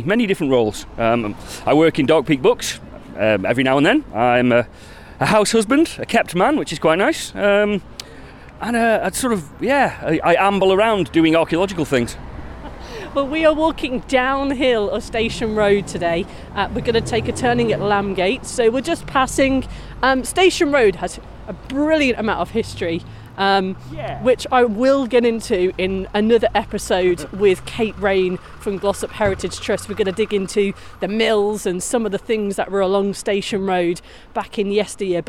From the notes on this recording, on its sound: This time we’re walking from the Palantine pub in Hadfield, via Lambgates to Roughfields - keeping our eye out for interesting stone markings, bits of pottery and gateposts.